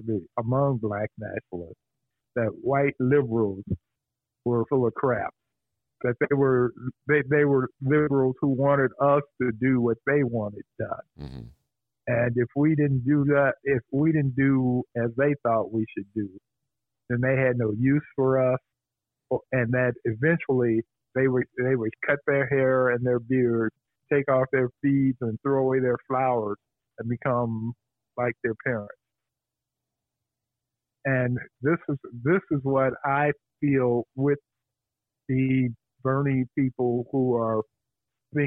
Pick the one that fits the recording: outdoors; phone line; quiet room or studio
phone line